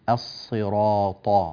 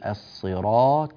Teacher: الصراط طاء بالطاء، أنت تقول الصراط تاء، تجعل الطاء تاء · Shown in: first take